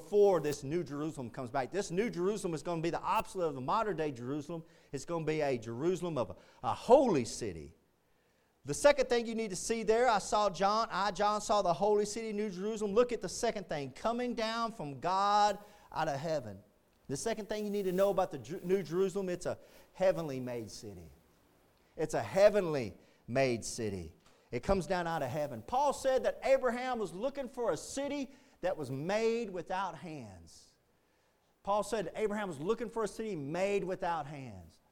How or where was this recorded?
large echoing room